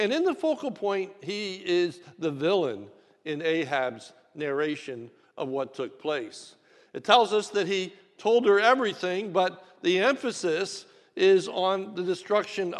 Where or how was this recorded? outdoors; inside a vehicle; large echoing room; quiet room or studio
large echoing room